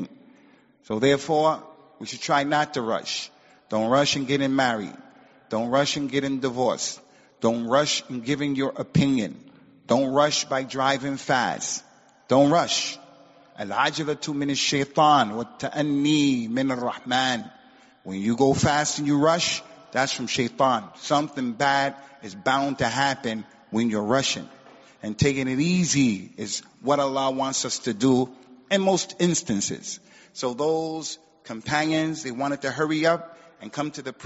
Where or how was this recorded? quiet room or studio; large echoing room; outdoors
large echoing room